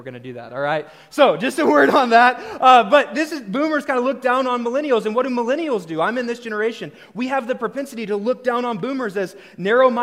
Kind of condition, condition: setting, live audience